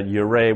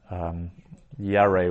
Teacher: we've got a shava for the first vowel, and the vowel has shortened up · Shown in: first take · Yarei would be the absolute part.